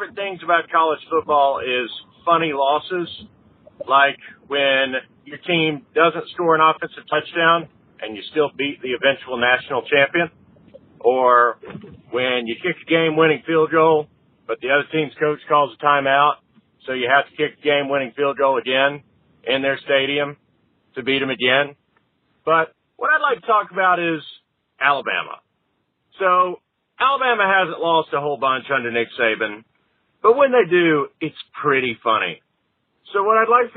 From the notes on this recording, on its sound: got to call in and serve as the exclusive VIP inquisitors for your usual three hosts AND three unexpected guests